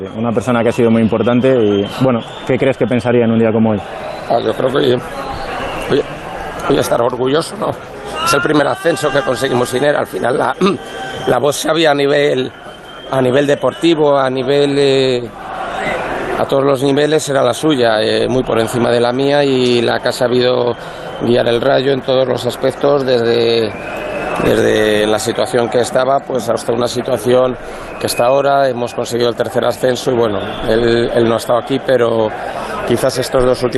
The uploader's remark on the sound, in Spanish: En directo en El Transistor, desde el césped de Montilivi.